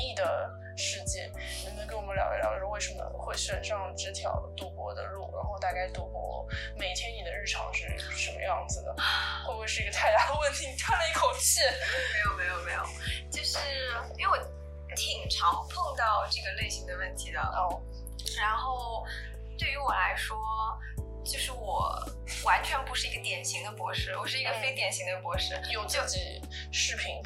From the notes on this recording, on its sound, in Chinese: 这是我录制的第二期播客，在技术上我遇到了一些难题。虽然剪辑了三遍，但是声音效果还是有很大的提高空间。